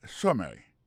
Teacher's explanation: pour question de prononciation, accent tombé sous premier syllabe là, summary.